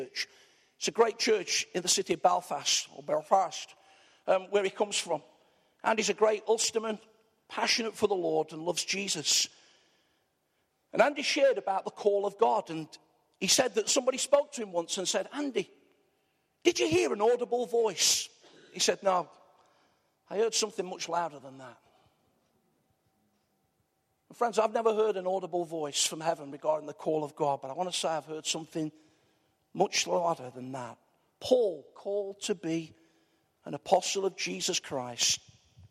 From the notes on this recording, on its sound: Arena church, Ilkeston